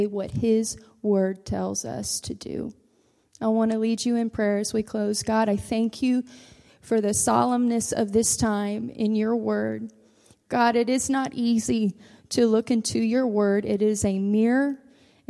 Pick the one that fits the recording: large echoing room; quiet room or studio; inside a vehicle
large echoing room